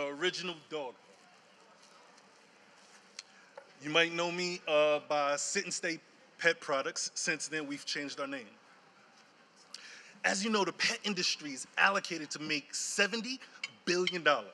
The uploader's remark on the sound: Live from the 2018 Pet Connections Expo. Before our panel of pet industry experts.